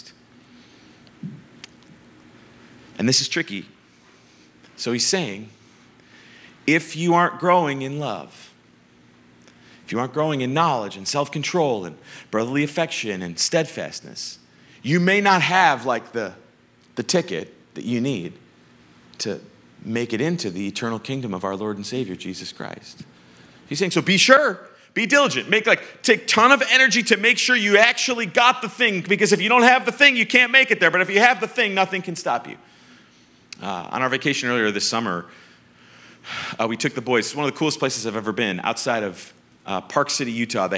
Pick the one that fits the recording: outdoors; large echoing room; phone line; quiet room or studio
large echoing room